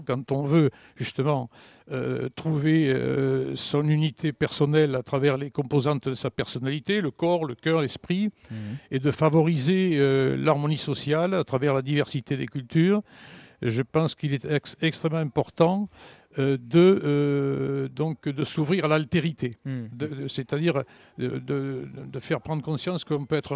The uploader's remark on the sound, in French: En direct du lycée Théas.